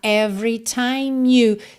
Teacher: every, você não pronuncia o E do meio